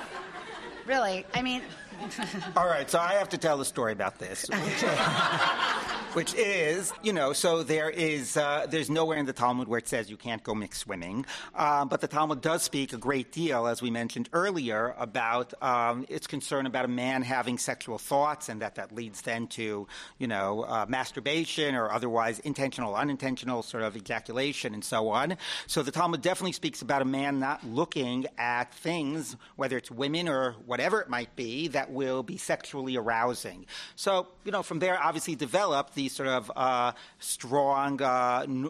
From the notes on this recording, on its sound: This episode is a re-release, and was originally recorded at Limmud NY in 2016.